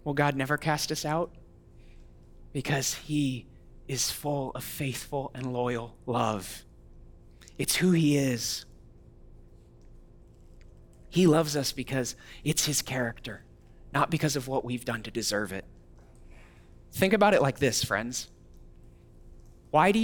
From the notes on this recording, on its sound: audio from New City Church in Champaign-Urbana, IL